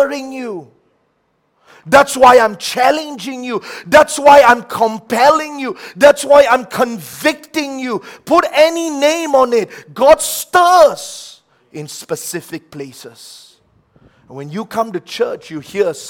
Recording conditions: large echoing room